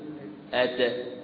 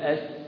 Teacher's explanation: لكن هنا دال مع سين، فالدال مع السين في عندهم تقارب في المخرج، حيث أن الدال ويعني والسين يخرجان من اللسان، مخرجهم اللسان أو مخرجهما اللسان، والدال تخرج من طرف اللسان، وكذلك السين تخرج من طرف اللسان، لكن يفرق بينهما أن الدال تخرج من طرف اللسان مع أصول الثنايا العليا · Shown in: first take · فعندما تأتي تنطق بأي حرف وتريد معرفة مخرج هذا الحرف تسكن هذا الحرف وتأتي قبله بهمزة مفتوحة أو مضمومة أو مكسورة، ثم إذا انتهى الصوت عند هذا الحرف سيتبين لك مخرج هذا الحرف. · Term: حرف الدال